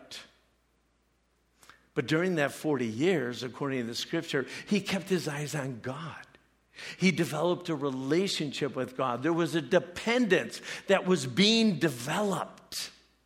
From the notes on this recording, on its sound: Preached this message at CrossPoint Church.